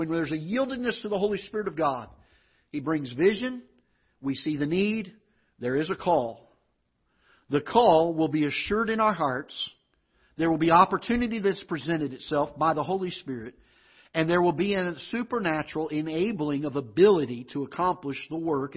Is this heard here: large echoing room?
yes